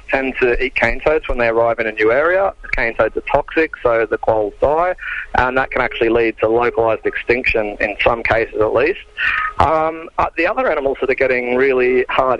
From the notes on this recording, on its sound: In the studio. First guest (on the phone).